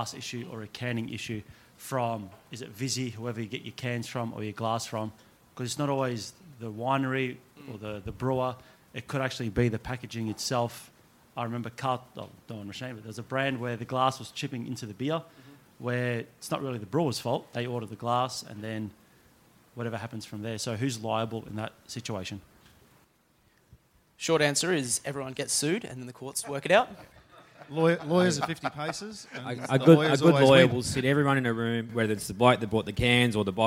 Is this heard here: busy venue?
yes